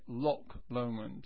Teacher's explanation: The English say Loch Lomond, with a K in Loch. The Scots say Loch, Loch Lomond, or something like it.